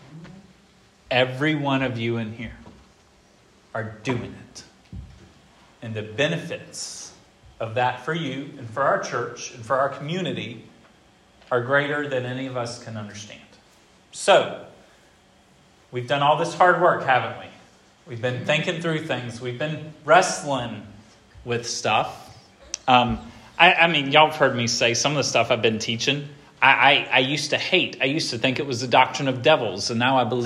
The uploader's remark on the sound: This sermon was preached at Hope Fellowship